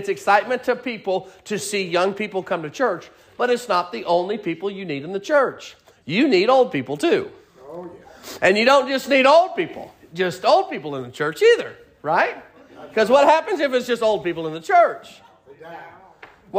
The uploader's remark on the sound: Sermon preached at Mid County Baptist Church